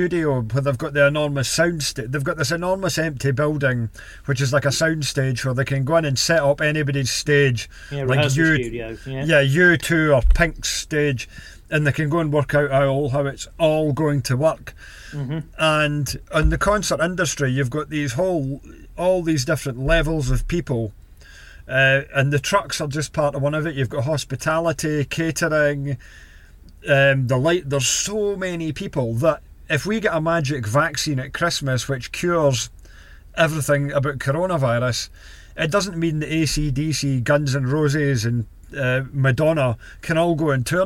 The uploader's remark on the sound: Live from the New IVECO S-Way